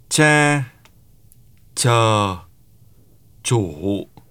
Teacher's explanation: Note that the Vietnamese ch and the English ch are different consonants. The Vietnamese sound is a palatal stop, which is created by the tongue tip being down near the backs of the lower teeth